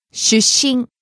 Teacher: Starting low and rising on the second to last syllable.